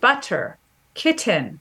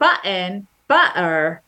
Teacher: If you're a Cockney speaker, you use a glottal stop · Shown in: second take